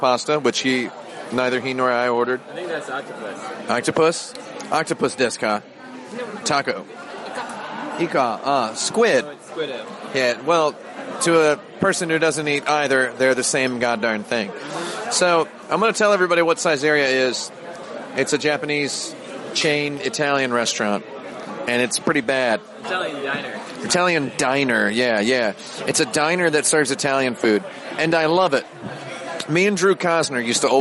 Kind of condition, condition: setting, outdoors